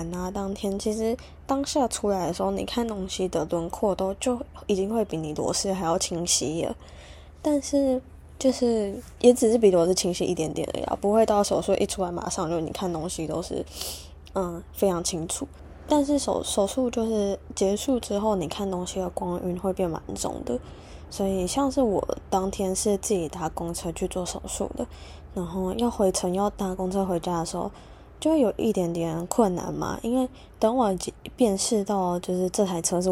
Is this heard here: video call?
no